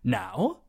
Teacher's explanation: So it starts in the middle, it goes down, then it goes back up again really quickly. · Term: third tone